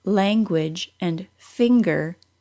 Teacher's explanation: Some words, like language and finger, do have that extra G sound, but most NG spellings do not.